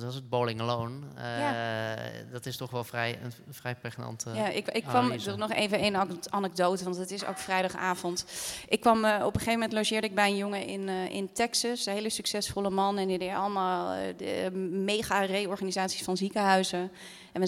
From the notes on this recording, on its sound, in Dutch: live vanuit de Stadsschouwburg Amsterdam